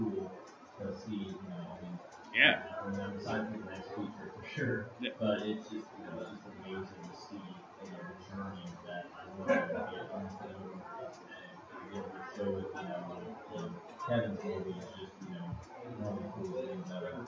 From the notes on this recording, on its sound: Live from the Eagle Theater. Broadcast live from the lobby of the Eagle Theater in Robinson, Il. They conduct interviews in the noisy lobby.